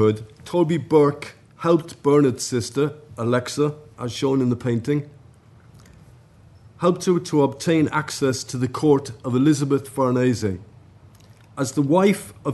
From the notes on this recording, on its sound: at the 2022 Tudor and Stuart Ireland Conference